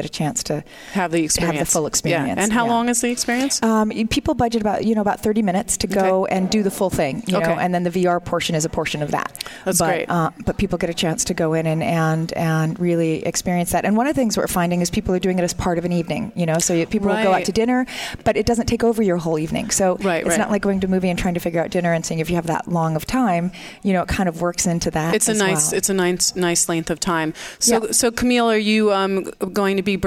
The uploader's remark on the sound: our broadcasts from the Spring Digital Hollywood event with special guests and hosts on site in LA